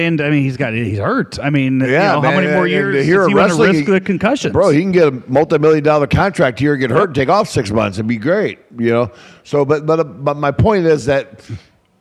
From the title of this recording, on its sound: Live from New Orleans, WrestleMania 34